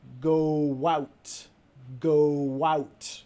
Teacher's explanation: cuando tienes una palabra que termina con una vocal, en este caso go, y la palabra que sigue empieza con una vocal, en este caso vamos a meter como una W escondida. Go, y parece como así, go out, go out.